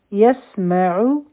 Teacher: په سین کې د سیټي آواز دی